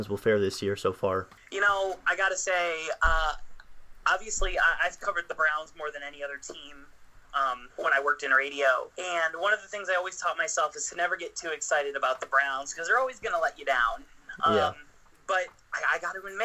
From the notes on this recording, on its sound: We had some audio issues throughout the show so we apologize!